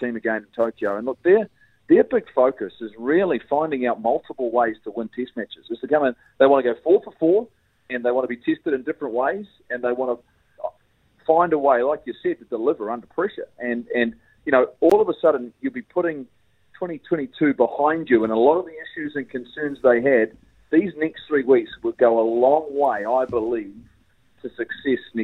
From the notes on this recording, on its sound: joins us on the phone all the way from Wales